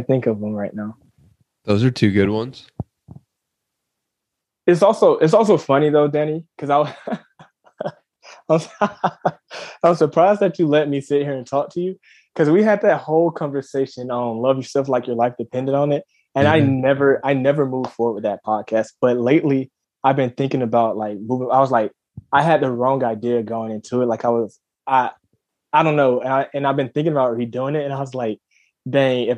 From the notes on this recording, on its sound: This conversation happened because I put out a link on Twitter to a Zoom link if anyone wanted to chat.